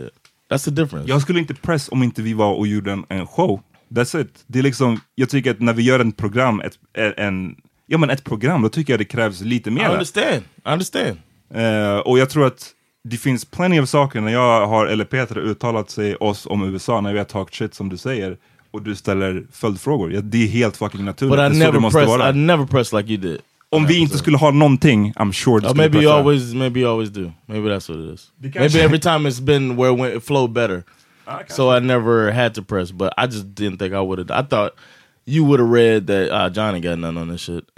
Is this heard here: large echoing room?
no